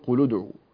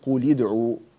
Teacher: كذلك في آخر كلمة وهي قل ادعوا، قل ادعوا هنا يتخلص من التقاء الساكنين بالضم بسبب أن الثالث مضموم في ادعوا · Shown in: first take